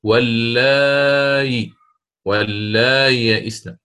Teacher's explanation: هو القراءة بتسهيل الهمزة للإمام ورش وصلا